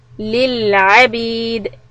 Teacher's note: Clear the lam للعبيد. Make sure we don't bounce the lam.